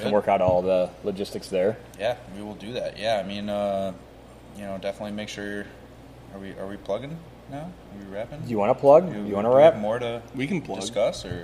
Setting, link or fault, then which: setting, busy venue